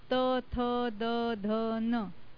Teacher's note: ये दांत के ऊपर की जॉ पर आती है